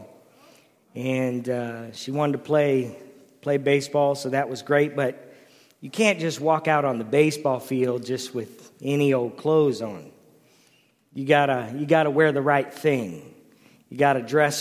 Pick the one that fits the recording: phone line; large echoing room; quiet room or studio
large echoing room